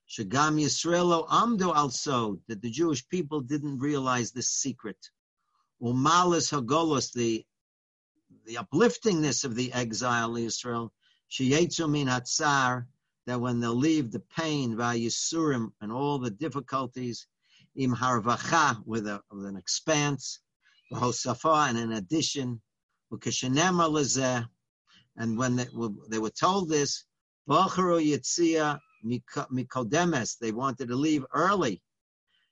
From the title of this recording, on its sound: Live On Zoom: 7-6-2020